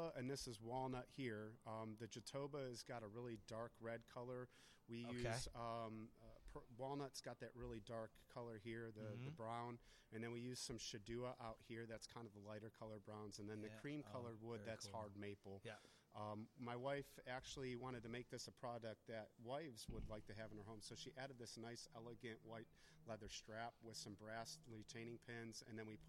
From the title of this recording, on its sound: LIVE at Ballash Woodworks Grand Opening